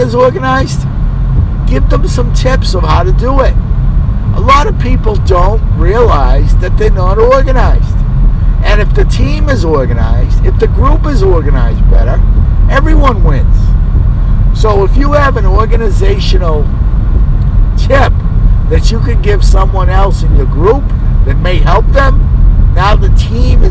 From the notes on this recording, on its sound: You may get some extra background noise here.